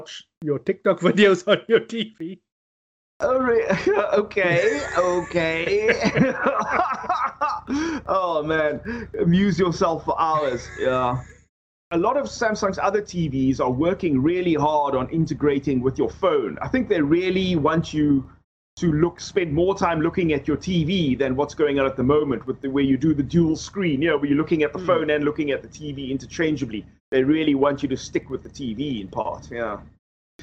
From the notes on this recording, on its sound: Recorded via Skype